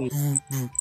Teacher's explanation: 母音をつけないとしても声出るでしょ、ブーって · Term: B の音